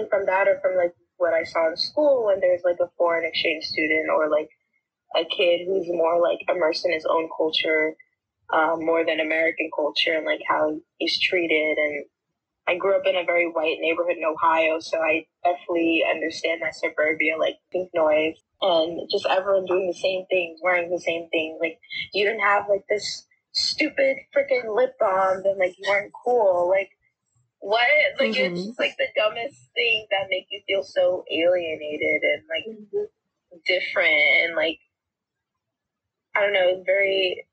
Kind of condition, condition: link, video call